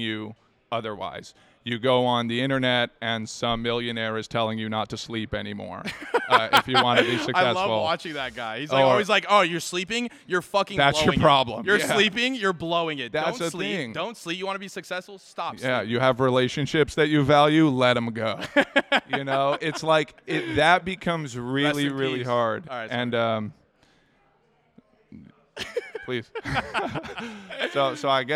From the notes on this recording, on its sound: A special edition 15th episode filmed in front of a live camera audience.